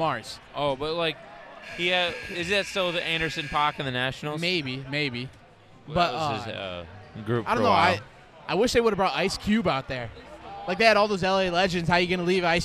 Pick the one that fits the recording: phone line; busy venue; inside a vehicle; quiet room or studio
busy venue